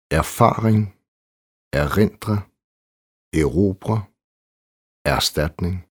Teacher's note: I ord med forstavelsen er, er forstavelsen ubetonet på dansk, mens den er betonet på svensk.